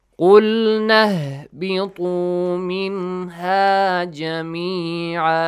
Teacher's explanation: But when you connect قلنا، so the hamza to, the alif maddi of قلنا will be skipped